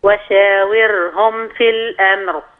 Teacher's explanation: رقق الراء لأنها ساكنة قبلها مكسور